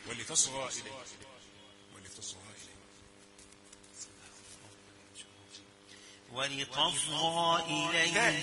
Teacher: تاء رقيقه، تصغى مش تصغى، ولتصغى. تص الصاد مفخمه والغين بعدها مفخمه، لكن التاء رقيقه